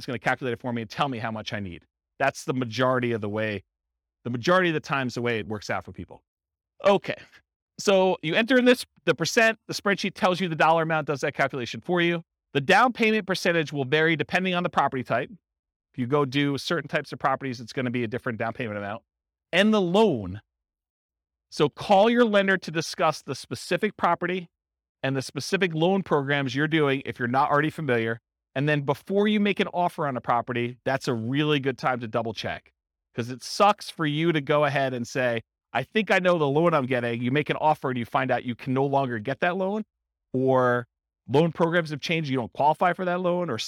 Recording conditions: live audience